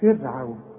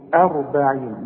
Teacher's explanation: رقق الراء بتاعت فرعون وفخم الراء بتاعت 40